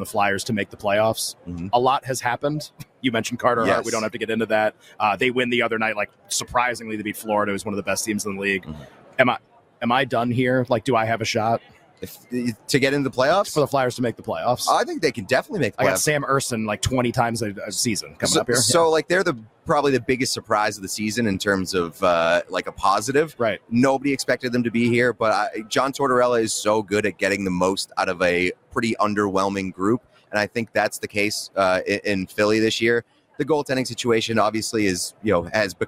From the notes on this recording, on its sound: join the show this hour LIVE from Radio Row.